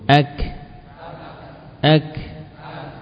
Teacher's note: Huruf kaf muncul nafas dalam semua keadaannya dan akan nampak jelas ketika di sukun.